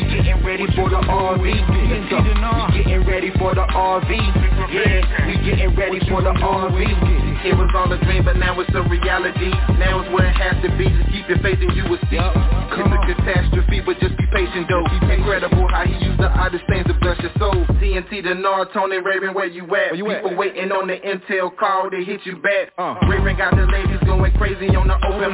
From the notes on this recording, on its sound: TNTSuperfantastic Conference Call - Friday, May 28, 2021